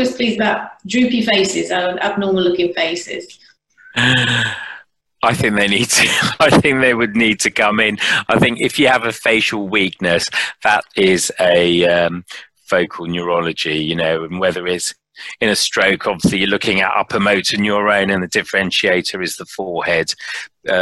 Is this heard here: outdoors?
no